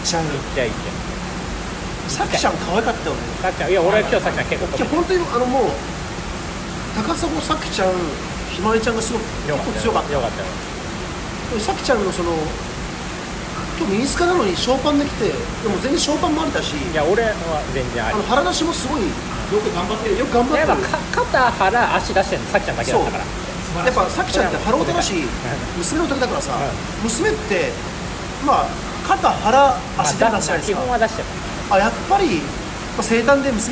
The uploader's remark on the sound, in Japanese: 土砂降りのなかで録音したので音悪いです